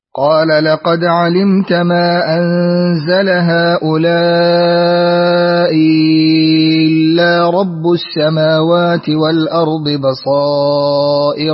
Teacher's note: إبدال الهمزة الثانية مد محضا مع الإشباع